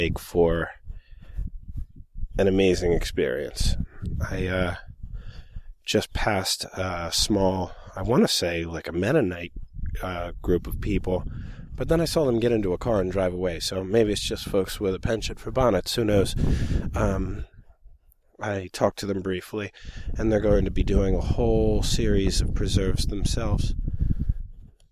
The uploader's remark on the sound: recorded at Jayne’s Orchard at the peak of the season in July